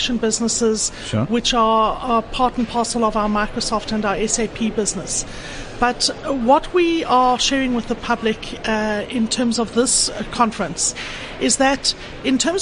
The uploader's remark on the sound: at the Gartner Symposium ITxpo 2015